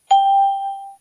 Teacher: 发这个音的时候双唇微张舌尖上扬轻轻抵住上齿龈震动声带气流由鼻腔出来 · Term: 浊辅音